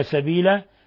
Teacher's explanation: نقلب التنوين الفتح ألفا ونمدها حركتين فقط · Term: مد عوض